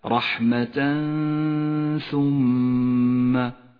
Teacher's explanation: تأمل غنة حكم الإخفاء في قوله تعالى رحمة ثم رحمة ثم، التنوين وبعده حرف الثاء، الحكم إخفاء. غنة الإخفاء هنا غنة مرققة لأن حرف الثاء الذي بعد التنوين حرف استفال مرقق، فتكون غنته مرققة، تخرج الغنة من مخرج الثاء متجافيا عنه قليلا مع الخيشوم، هكذا رحمة ثم.